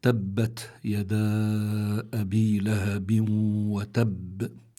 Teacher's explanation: يدا أبي لهب، يدا عنا هون ألف لينة، جاء بعدها همزة، الألف في كلمة والهمزة في الكلمة التي تليها، فبيكون هون عنا مد منفصل وحكمه الجواز، يمد حركتين أو أربع حركات